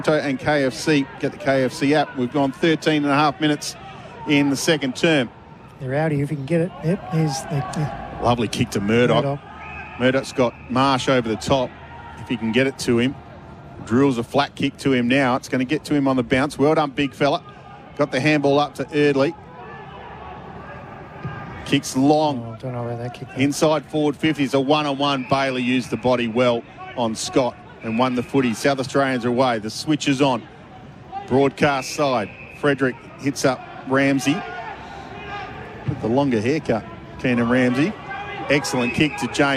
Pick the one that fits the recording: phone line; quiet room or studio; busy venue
busy venue